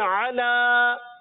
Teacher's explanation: اب ہم نے عَيْن کا خیال رکھنا ہے، عَيْن جو ہے یہ حلق کے درمیان والے حصے سے